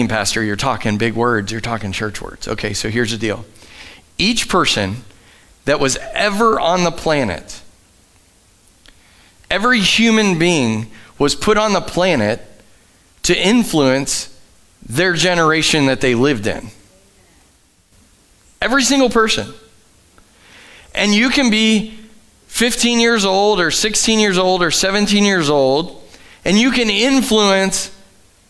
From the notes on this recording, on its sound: Sunday Morning at The Summit Dover. Live from The Summit Church in Dover, OH.